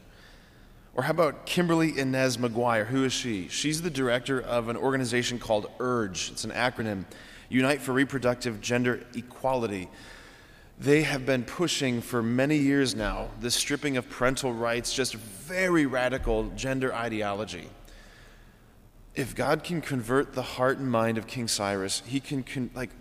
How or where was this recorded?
large echoing room